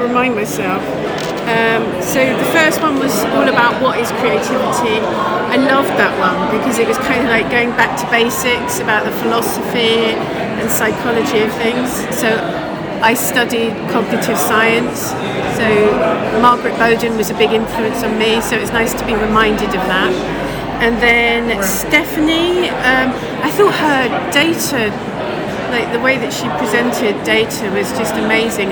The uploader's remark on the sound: I'm chatting with some of the attendees at UX Brighton 2023. I'm chatting with some of the attendees at UX Brighton 2023.